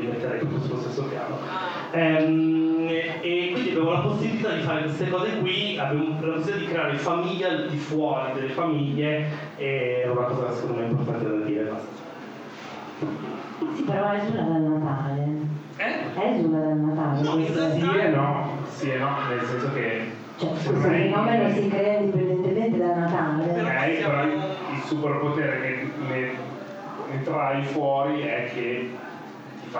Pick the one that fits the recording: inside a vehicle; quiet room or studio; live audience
live audience